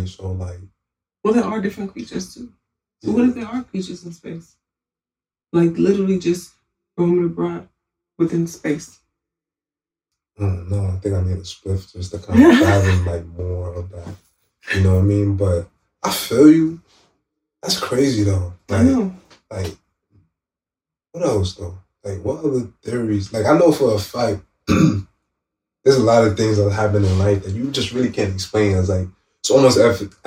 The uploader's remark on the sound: We ran into some technical difficulties recording this series of conversations.